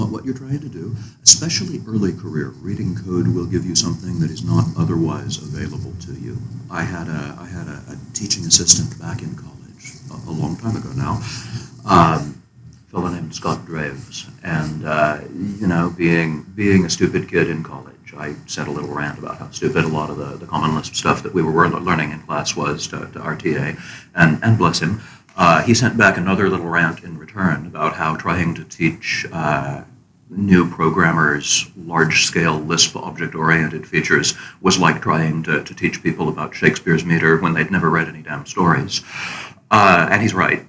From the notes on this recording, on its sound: live from Rubyconf 2019!